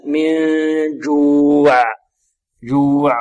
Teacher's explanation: تخرج الجيم من وسط اللسان